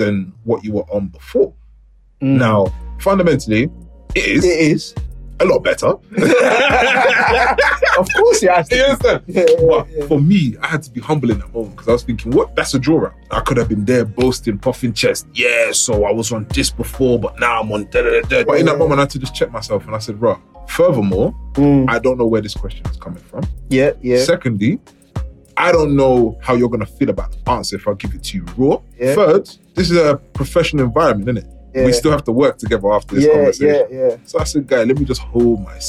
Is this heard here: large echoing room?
no